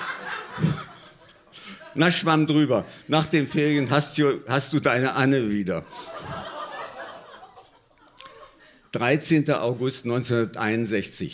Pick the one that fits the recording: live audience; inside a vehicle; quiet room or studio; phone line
live audience